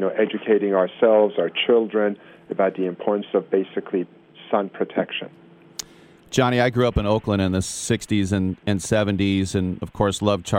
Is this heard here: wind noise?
no